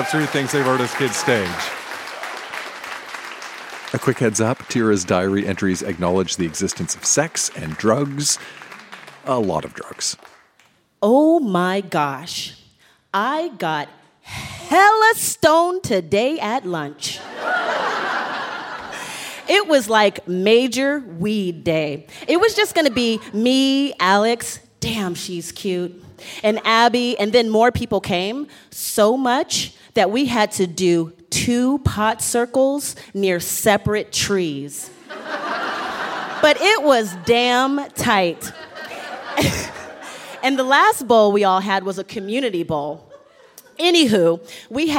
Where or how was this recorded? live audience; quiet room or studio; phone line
live audience